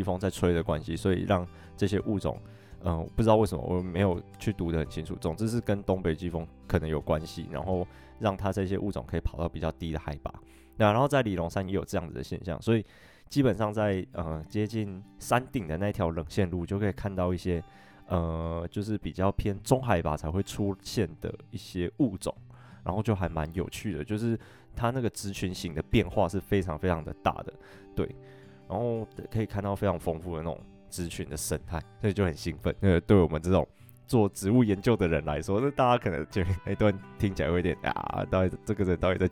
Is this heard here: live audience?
no